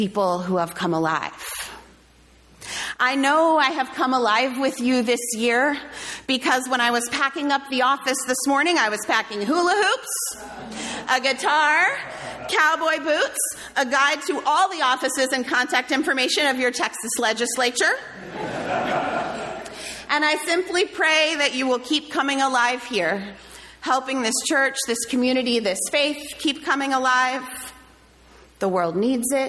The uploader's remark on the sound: sermon delivered on July 30, 2023